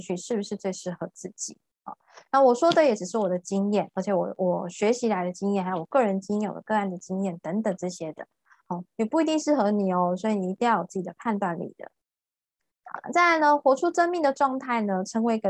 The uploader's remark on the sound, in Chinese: ZOOM線上公益講座